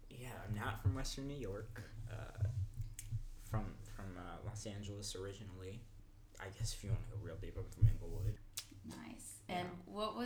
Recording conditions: sounds in the background